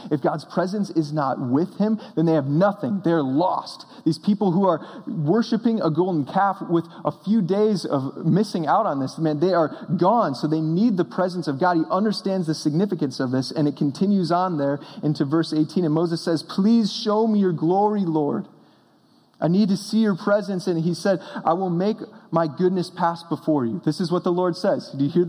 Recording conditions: large echoing room